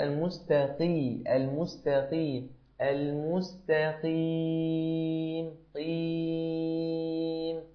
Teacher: القاف المكسورة إذا كانت مكسورة فإن الأغلب في نطقها الترقيق